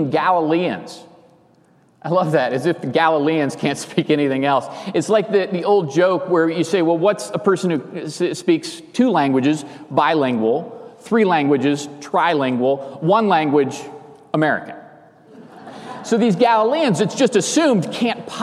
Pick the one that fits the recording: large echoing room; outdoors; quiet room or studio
large echoing room